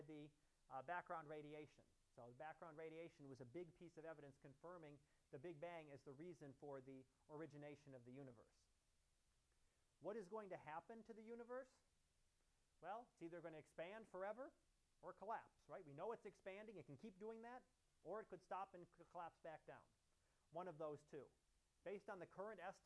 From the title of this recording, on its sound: Live Class Lecture